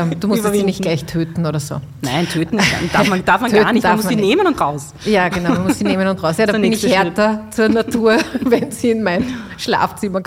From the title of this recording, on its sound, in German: Live-Podcast